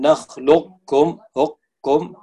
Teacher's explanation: أبقيت صفة القاف لكن المخرج سقط · Term: إدغام ناقص